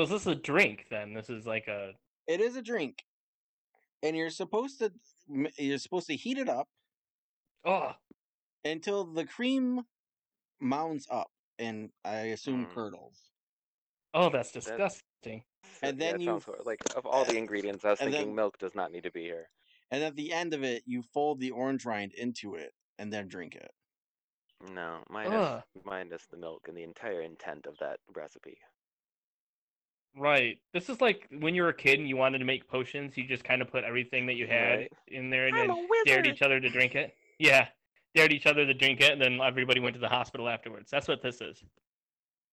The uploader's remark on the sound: We sound like Robots as we podcast from home still.